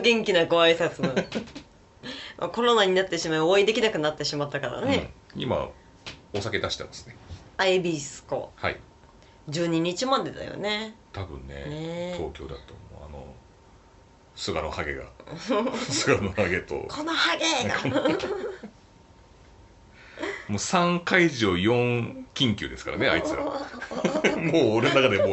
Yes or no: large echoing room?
no